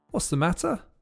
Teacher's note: Lots of T's are dropped, and the word the links with the S from is, and you get sir. · Term: heavily contracted